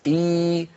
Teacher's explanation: تخرج الياء من وسط اللسان، من وسط اللسان إي مع ارتفاع لوسطه إلى أعلى، يرتفع وسط اللسان إلى أعلى إي فيتضيق المخرج إي. · Term: حرف الياء